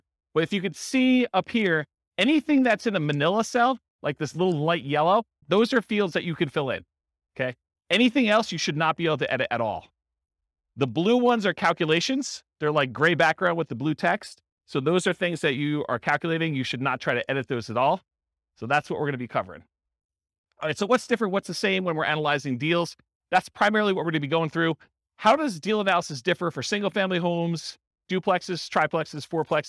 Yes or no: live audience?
yes